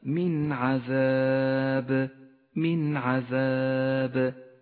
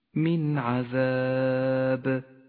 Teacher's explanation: الحكم التالي هو حكم الإظهار في قوله تعالى من عذاب من عذاب، جاءت النون الساكنة وبعدها حرف العين وهو من حروف الإظهار، تظهر النون الساكنة من غير غنة أو تشديد